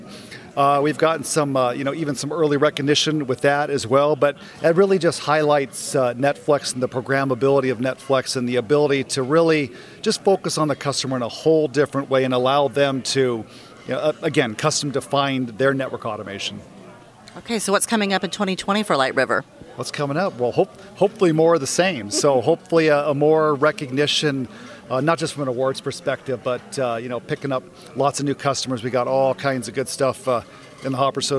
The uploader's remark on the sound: Live from PTC'20